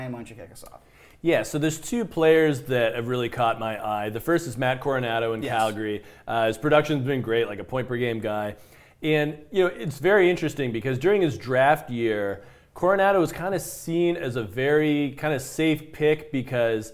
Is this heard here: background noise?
no